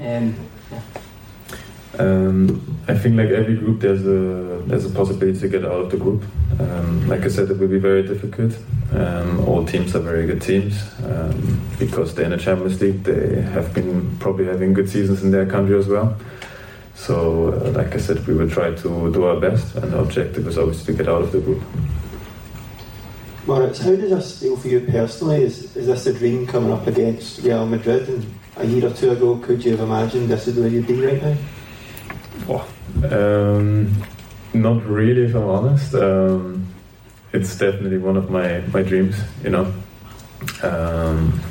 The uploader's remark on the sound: at a recent Celtic press conference